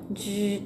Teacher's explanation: 変わりまして「くい」「くい」という発音になります。そしてその次、在、在。これもね、前回出てきましたね。えー、存在するという時の在にあたります。えー、発音記号は ZAI なので、在。第4声、上から下に急降下する音になります。在。その次、チューリー、チューリー。という単語ですね。これはあの2文字で、えー、ここという意味になります。中というのはあの以前から何回も出てきているんですが自分の近くにあるものを指して言う言葉になります発音記号は ZHE で第4声上から下に急降下する音 ZH ですので口の中で舌を上向きに反り上げてその両脇からジューという音を発音します